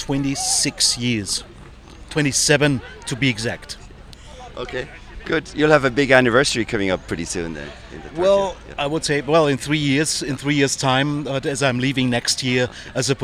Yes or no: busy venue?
yes